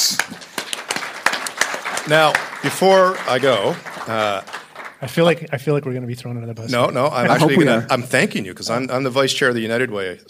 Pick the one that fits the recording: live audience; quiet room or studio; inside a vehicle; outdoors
live audience